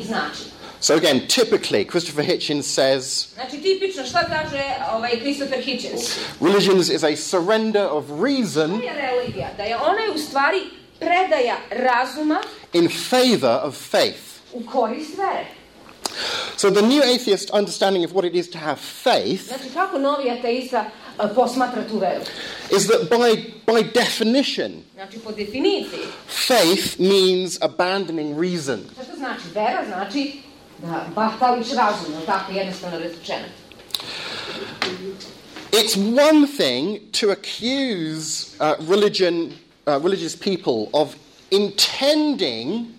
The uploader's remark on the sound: Lecture and discussion at Montenegro University in Niksic, November 2012.